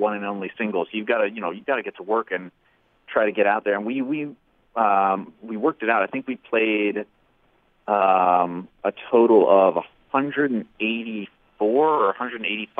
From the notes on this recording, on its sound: Called in to chat.